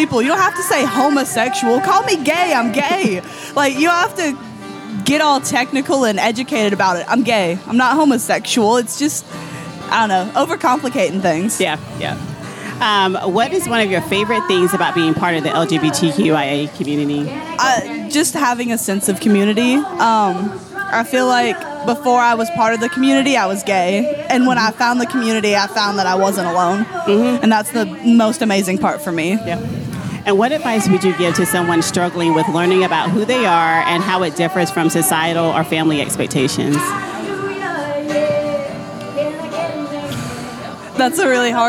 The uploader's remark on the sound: We hung out at the Rock Hill Pride Festival and asked members of the LGBTQIA+ community and their allies. A small conservative town.